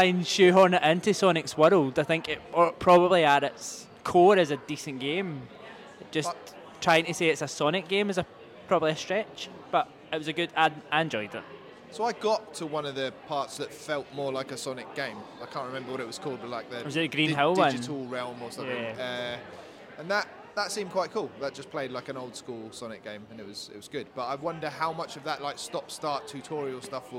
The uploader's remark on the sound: EGX 2022 LIVE!